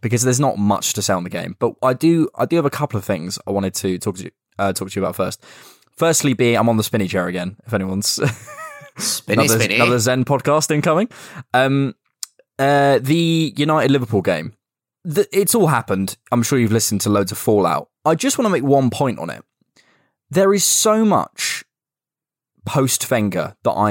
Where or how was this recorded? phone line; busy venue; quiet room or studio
quiet room or studio